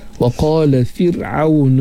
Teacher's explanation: buka sedikit mulut kita untuk mendatangkan nipis pada huruf ra